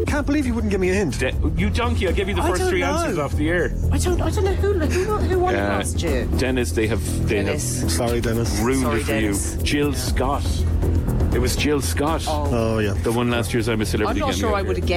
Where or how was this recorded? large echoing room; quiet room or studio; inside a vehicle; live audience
inside a vehicle